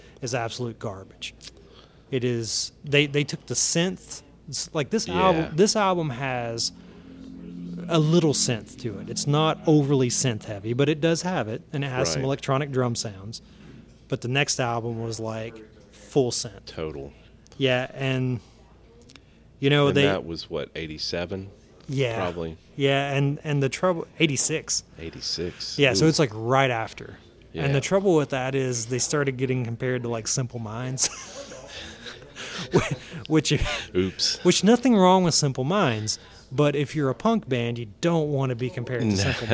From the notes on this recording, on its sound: This episode was recorded at Blue Holler Brewing Supply in Bowling Green, KY.